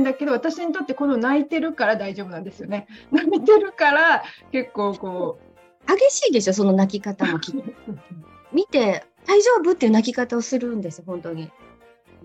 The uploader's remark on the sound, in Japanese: 音質が悪かったため再アップ